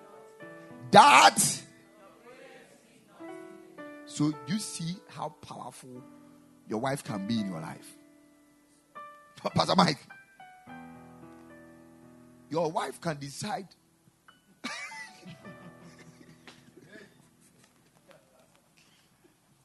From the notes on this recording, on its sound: Preached at the Kingdom Sight Service.